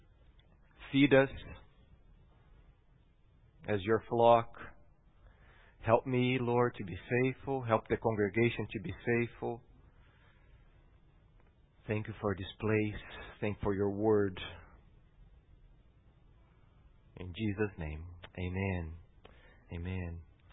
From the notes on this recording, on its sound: at Gracious Cross Reformed Church Salem on Sunday, November 1st, 2020